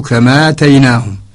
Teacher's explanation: نأتي بحركة الهمزة وهي مفتوحة نعطيها لميم قبلها ساكنة نقول كما تيناهم.